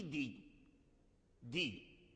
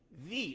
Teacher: الدال يخرج من رأس اللسان وأصول الثنايا العليا أصولها، والذال يخرج من رأس اللسان وأطراف الثنايا العليا